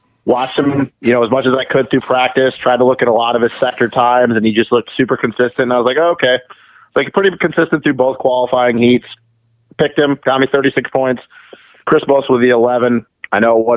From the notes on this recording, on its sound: get on the phone to talk